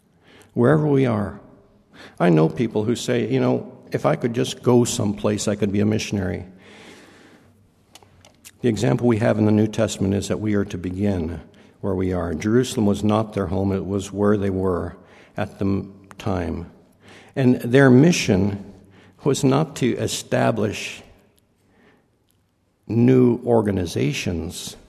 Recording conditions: large echoing room